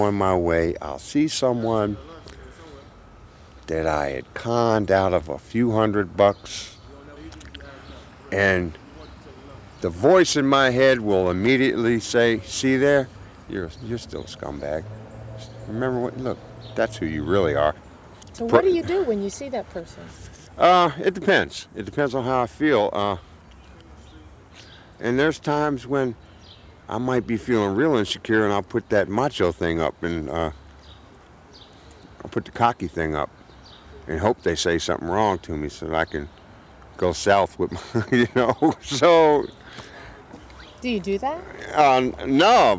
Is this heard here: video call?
no